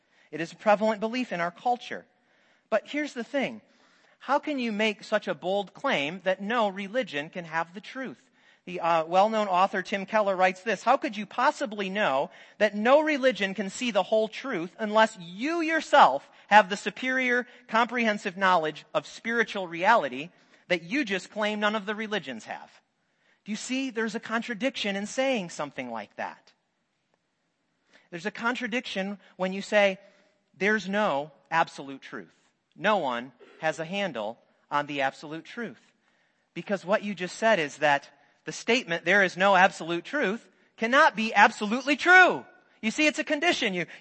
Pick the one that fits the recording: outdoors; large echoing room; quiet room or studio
large echoing room